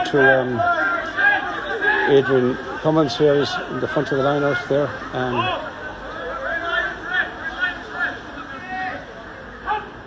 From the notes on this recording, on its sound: Full Audio Commentary of the 2022/23 Connacht Rugby Senior Cup Final between Buccaneers and Sligo from The Sportsgrounds